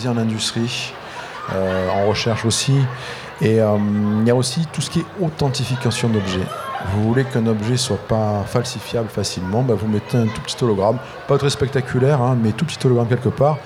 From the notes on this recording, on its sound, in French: Nous étions en public depuis le Docks des Suds de Marseille, à l’occasion de la Nuit Européenne des chercheur.e.s.